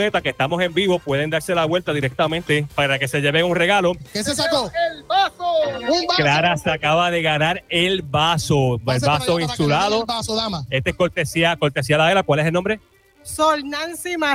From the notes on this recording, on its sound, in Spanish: ¡EN VIVO desde Las Fiestas de la Calle San Sebastián!